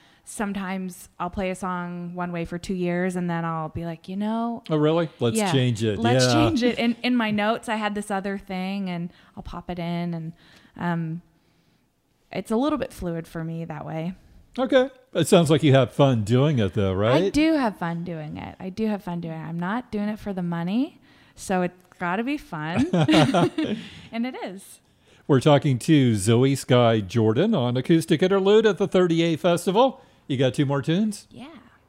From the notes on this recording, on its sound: from the 2019 30A Songwriters Festival